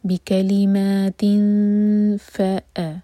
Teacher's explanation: بی کلیماتن، تو تن کا جو نون ہے، نون کو چھپائیں گے، نون کی آواز کو چھپائیں گے اور دو سیکنڈس کا ٹائم دیں گے اور فا کے لیے زبان تیار کریں گے. · Term: اخفا